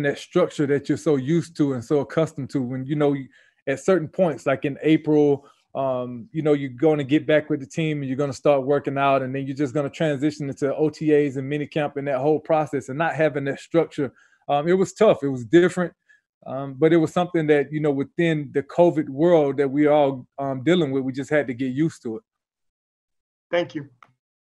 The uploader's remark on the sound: Zoom Press Conference.